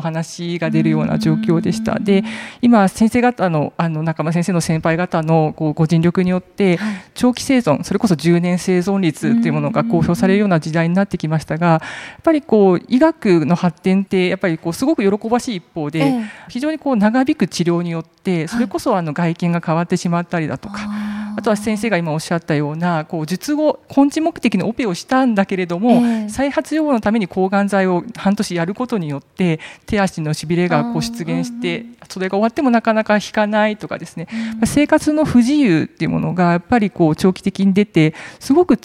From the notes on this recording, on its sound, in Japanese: 千葉県柏市にある三井ガーデンホテル柏の葉パークサイドにて行われた公開収録の模様をお届けします。